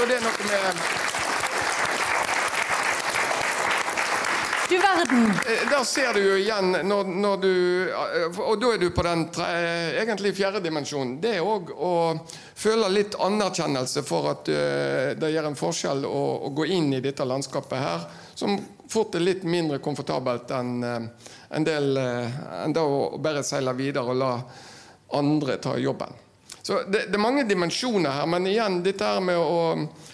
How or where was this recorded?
live audience